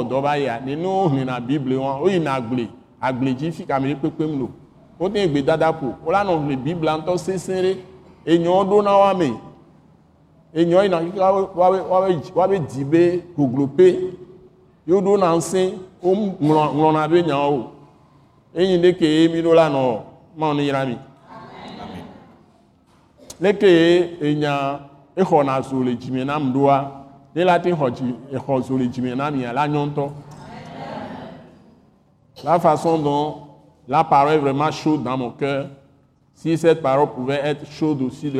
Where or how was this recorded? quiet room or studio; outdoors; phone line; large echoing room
large echoing room